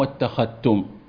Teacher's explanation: إذن الأصل الإظهار والإدغام للتقارب الذال مع التاء